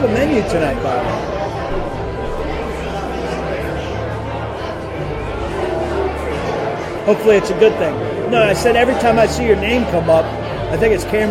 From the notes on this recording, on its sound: live from the Doghouse Saloon in Nashville